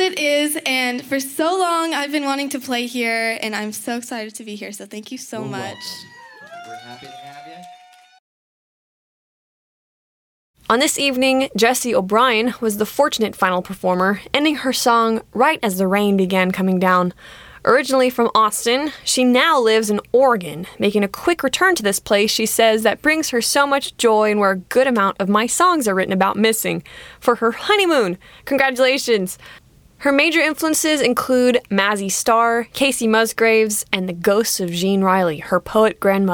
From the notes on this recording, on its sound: Recorded live at Late at the Lake, at Mozart's Coffee Roasters in Austin, Texas on Tuesday, May 9th, 2023, outdoors on our main stage.